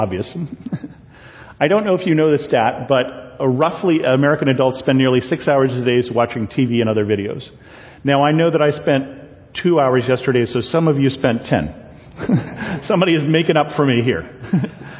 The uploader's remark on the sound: a sermon I preached at Bethel Lutheran Church in Cupertino